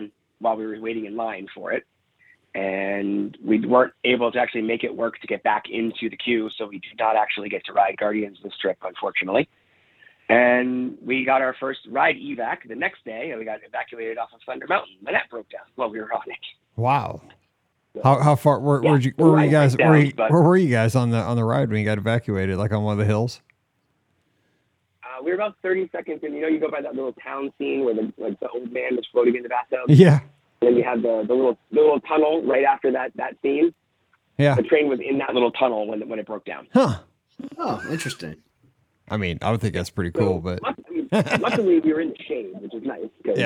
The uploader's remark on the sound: This is the Live Call-in Show from this past Sunday night, August 27, 2023!